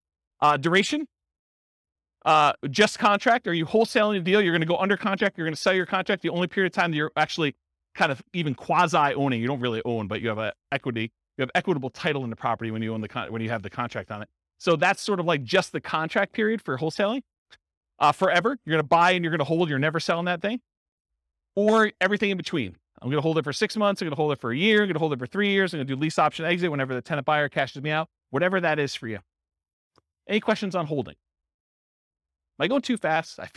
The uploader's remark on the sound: This was a live class recorded